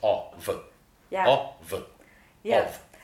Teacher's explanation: In British diction, it's a backwards, upside-down, dark ah · IPA: [ɒ]